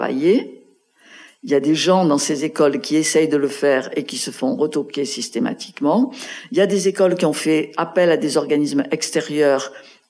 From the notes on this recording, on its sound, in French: Cette rencontre a été enregistré dans la petite salle du Théâtre du Nord à Lille, à l'invitation du Collectif H/F Hauts de France.